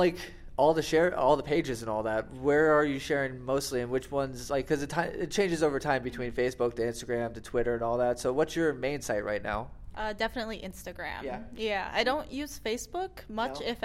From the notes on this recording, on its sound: recorded at Anime Los Angeles 2018